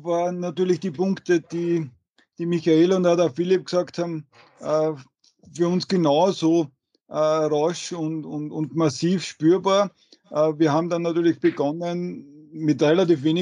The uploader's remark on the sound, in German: Folge wurde aufgenommen via Skype.